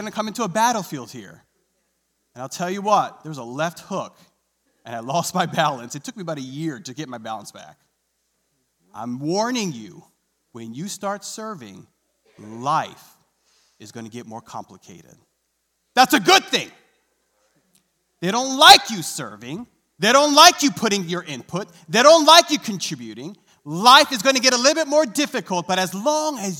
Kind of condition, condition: setting, large echoing room